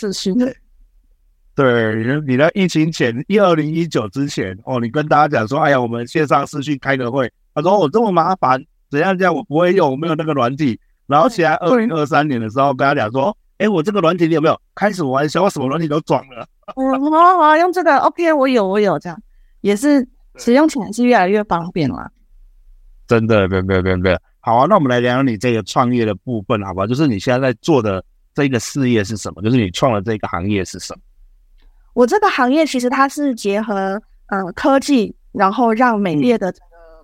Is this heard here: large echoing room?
no